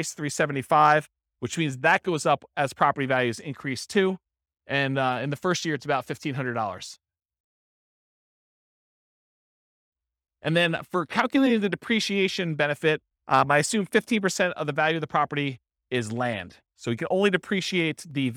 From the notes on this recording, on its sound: This was a live class recorded